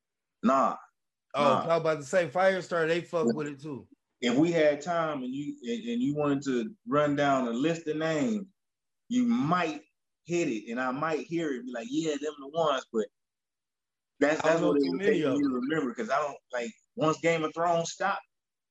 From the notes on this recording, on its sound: FTSD hooked up with So You Wanna Talk Network to chop it up over Zoom for a little bit!